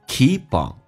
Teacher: keep on 有一个连音 keep on, P 发 B 这个发音